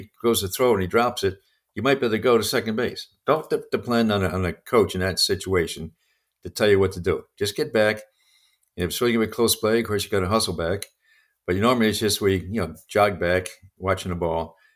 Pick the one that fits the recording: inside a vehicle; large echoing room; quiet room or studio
quiet room or studio